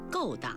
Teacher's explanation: 请朋友们注意，勾当的勾应该读去声，不能读成音频。